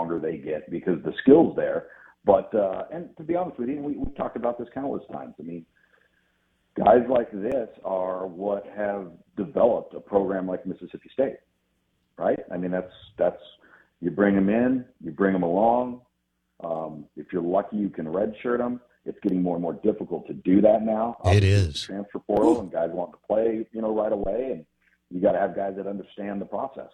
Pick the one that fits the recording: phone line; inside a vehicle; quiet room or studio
phone line